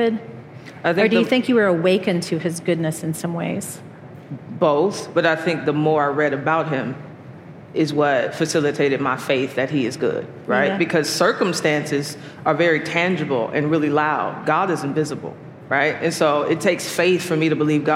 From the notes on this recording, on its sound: Live from Passion 2021. Some highlights were short round-table conversations.